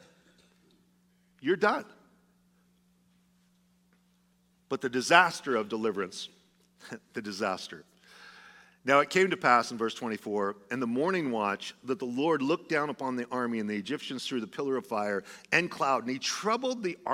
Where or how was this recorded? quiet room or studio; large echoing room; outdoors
large echoing room